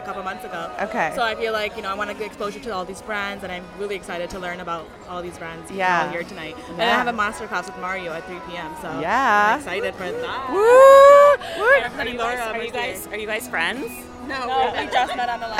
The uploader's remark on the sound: We take you behind-the-scenes at the first ever #Sephoria House of Beauty. Sephora's first ever House of Beauty event in Los Angeles.